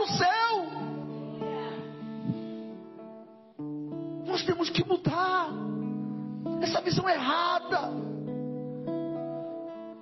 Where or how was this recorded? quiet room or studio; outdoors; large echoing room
large echoing room